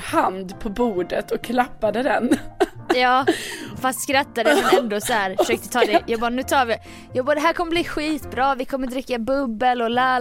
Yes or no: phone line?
no